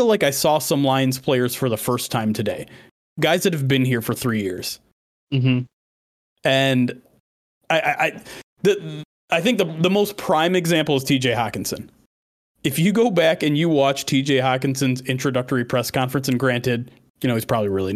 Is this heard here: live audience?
no